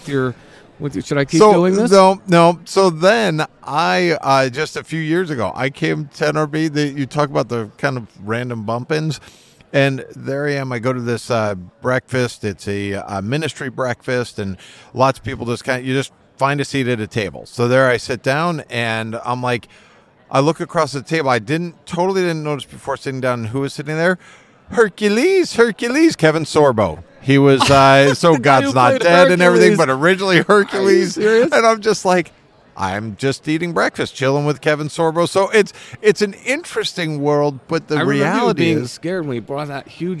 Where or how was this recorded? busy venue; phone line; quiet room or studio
busy venue